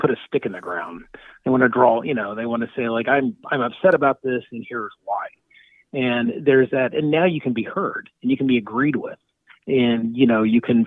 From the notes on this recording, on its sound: called in for a lively chat